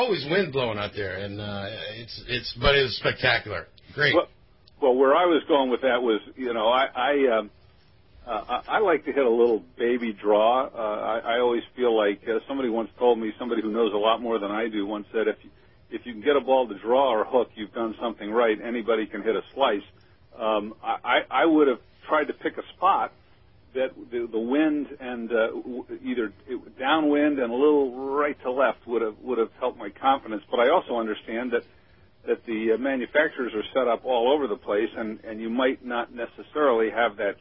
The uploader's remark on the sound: Called.